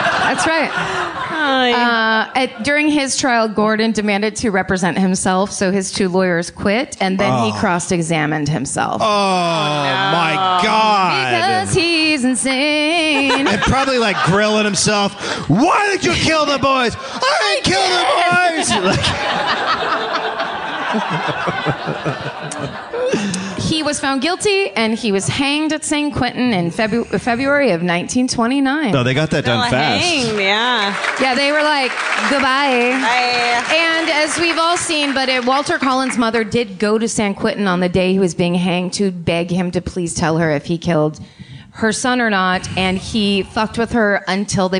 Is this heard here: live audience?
yes